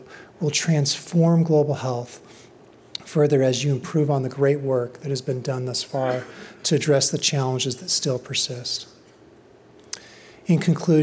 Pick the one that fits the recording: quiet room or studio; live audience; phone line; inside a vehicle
live audience